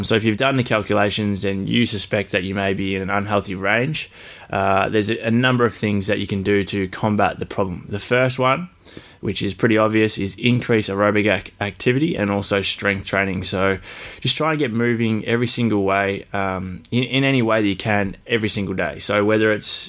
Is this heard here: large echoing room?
no